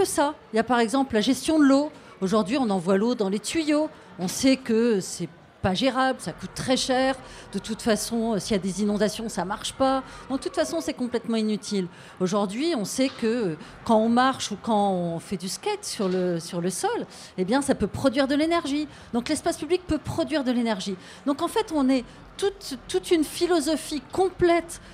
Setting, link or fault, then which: setting, busy venue